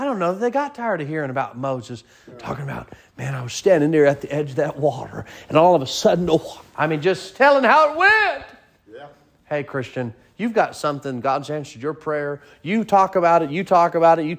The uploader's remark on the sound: Sermon preached at Mid County Baptist Church